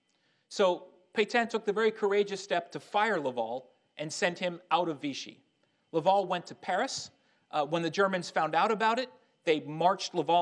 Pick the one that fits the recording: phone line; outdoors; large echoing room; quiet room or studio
large echoing room